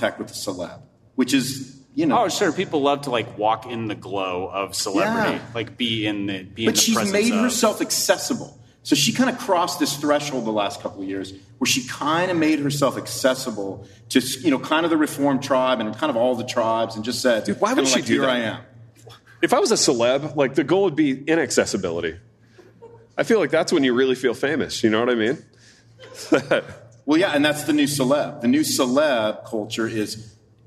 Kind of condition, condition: setting, live audience